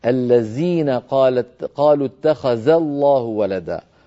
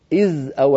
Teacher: فأنت تنطق الذال تنطقها أز كالعامية